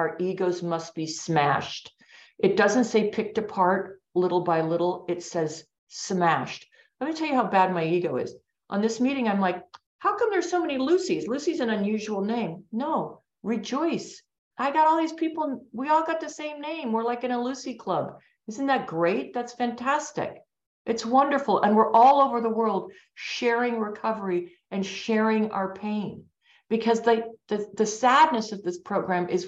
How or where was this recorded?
video call